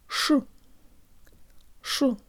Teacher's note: the tongue is low and does come away from its default position behind the bottom teeth in order to pronounce the sha, and the ye sounds like a schwa. · most of the tongue is low, but the tip is curved upward, not actually touching the roof of the mouth, but close to it